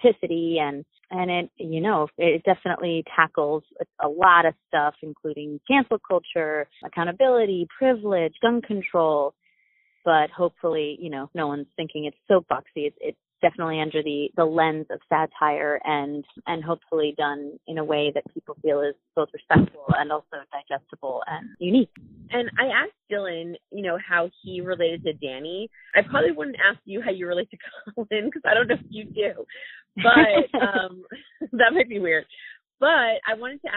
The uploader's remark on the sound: Spoke exclusively to us via phone. This interview was done via phone, so the audio is not our typical quality.